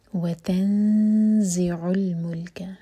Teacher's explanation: یہاں پر زا کے لیے اخفا اور زا بزنگ ساؤنڈ کے ساتھ